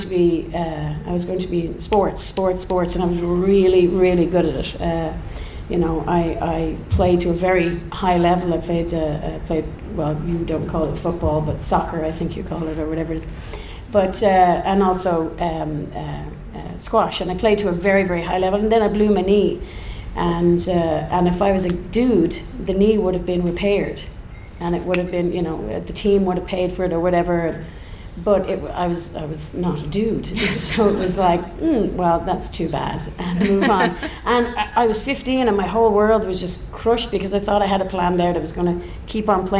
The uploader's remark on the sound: Podcasts in front of a live audience at the National Folk Festival Canberra.